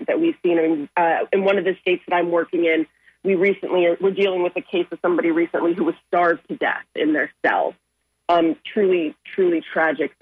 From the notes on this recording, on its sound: unique magazine format call-in show